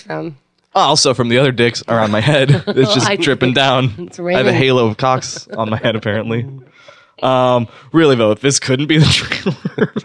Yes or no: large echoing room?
no